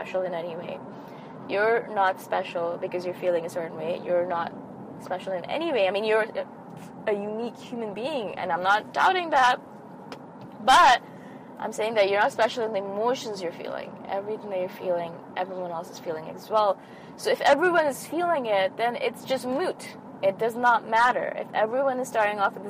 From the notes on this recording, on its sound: I recorded this episode in my car after a really amazing Yin Yoga class.